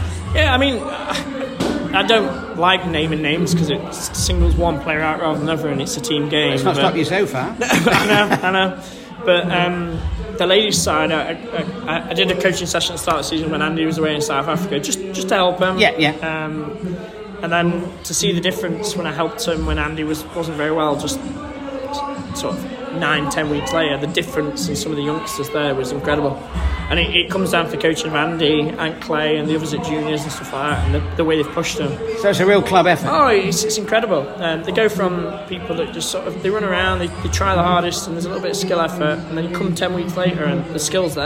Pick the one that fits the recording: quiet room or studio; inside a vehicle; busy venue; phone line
busy venue